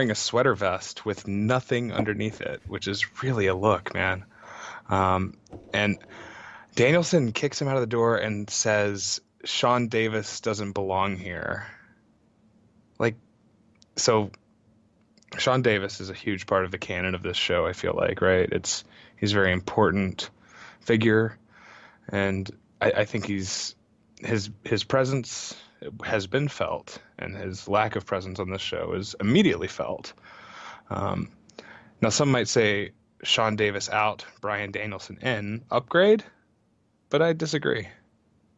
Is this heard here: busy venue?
no